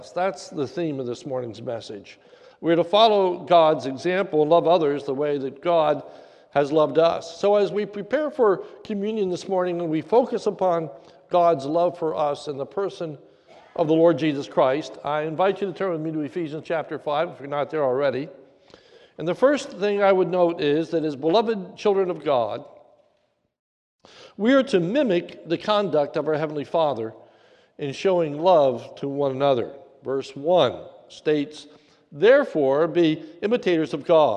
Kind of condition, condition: setting, large echoing room